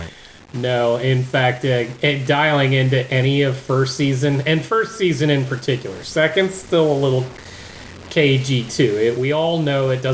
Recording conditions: poor sound quality